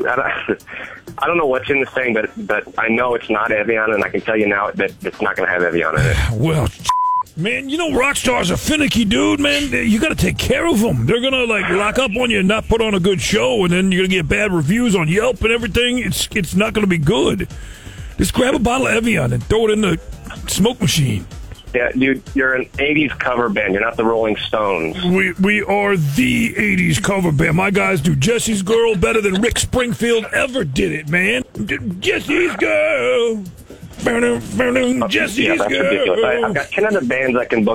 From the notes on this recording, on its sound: Friday Phone Jacks Prank Call.